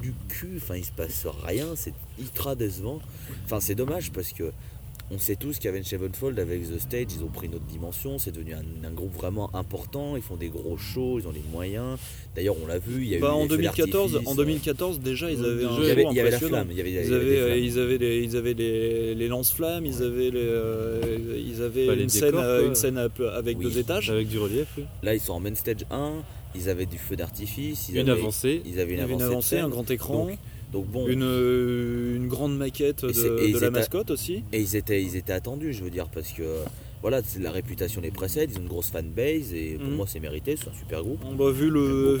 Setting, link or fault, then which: setting, busy venue